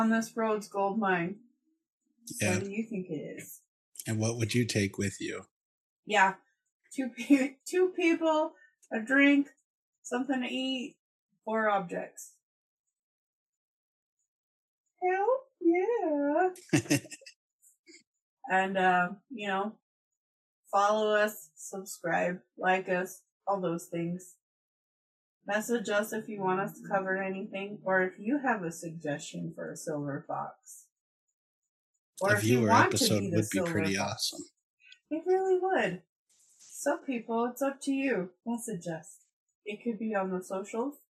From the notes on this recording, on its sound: Zoom Quality. Via the Zoom Ouija board.